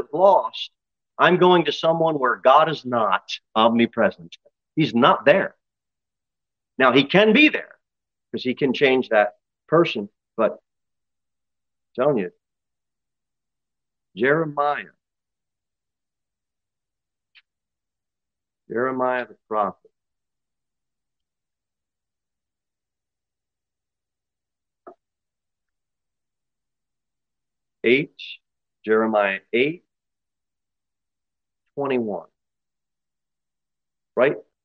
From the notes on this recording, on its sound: Sermon delivered at Pilgrim Baptist Church